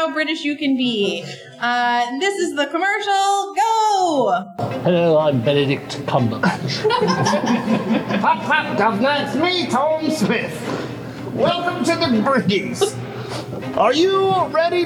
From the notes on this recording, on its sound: Listen along with our live audience